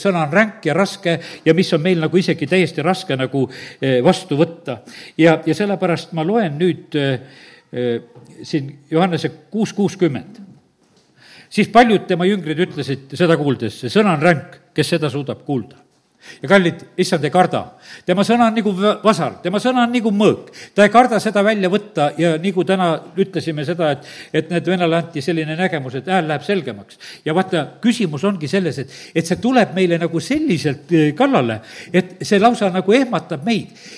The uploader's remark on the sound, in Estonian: Audio salvestus koosolekult